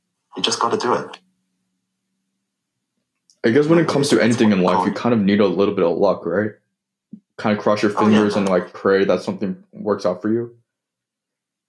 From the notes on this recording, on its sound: I apologize for the audio issues.